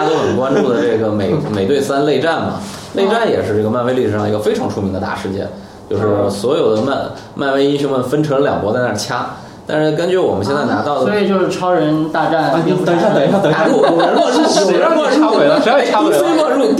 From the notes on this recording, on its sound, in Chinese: 本期节目为在张大妈办公区用录音笔录制，可能有街道上的杂音，请见谅。